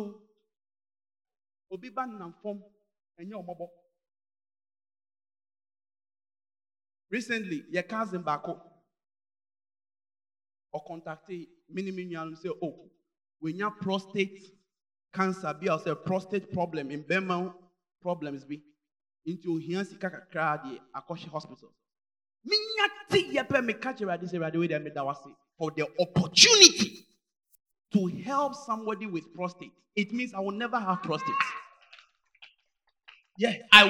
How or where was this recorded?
large echoing room